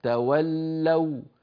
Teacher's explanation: بواو مشددة حقيقتها واوان، واو ساكنة بعدها واو مفتوحة